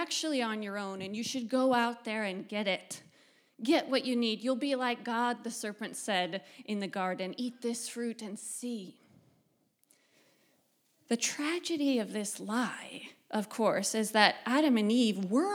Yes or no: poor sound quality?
no